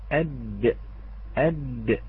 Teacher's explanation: الدال من الحروف النطعية مخرجها من طرف اللسان العريض، نعم مع ما يحاذيه من الحنك الأعلى